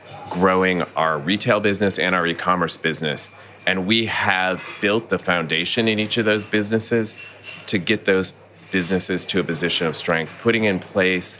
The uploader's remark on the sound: recorded at World Retail Congress 2019